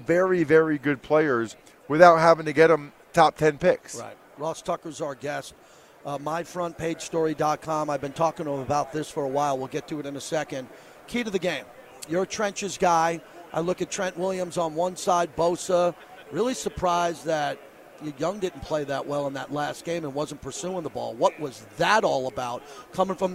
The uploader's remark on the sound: LIVE FROM RADIO ROW